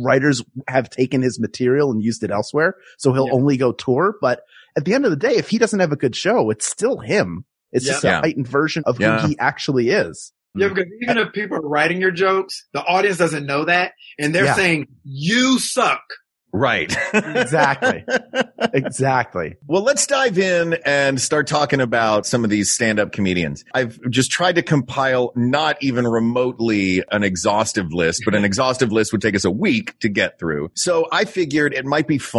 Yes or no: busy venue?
no